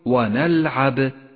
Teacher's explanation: إذا وقفت وقلت ونلعب لا بد أن تدعم حرف الباء بصفة القلقلة لأنه يغدو حرفا ضعيفا، ثم هو بعد ذلك حرف قلقلة ساكن